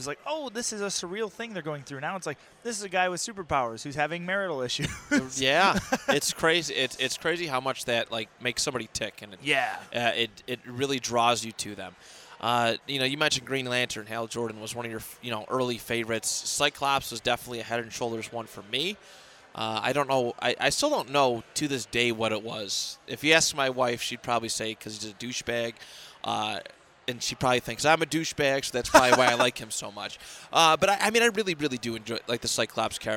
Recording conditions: busy venue